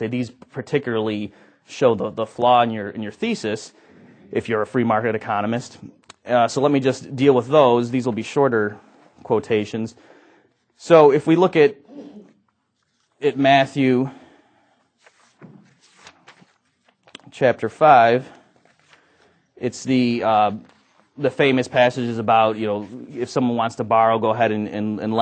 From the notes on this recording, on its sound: From the 2006 Austrian Scholars Conference.